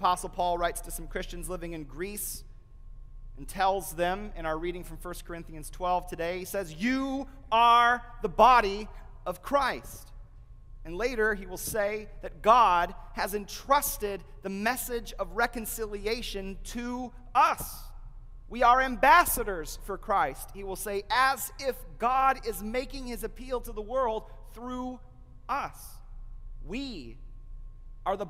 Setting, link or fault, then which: setting, large echoing room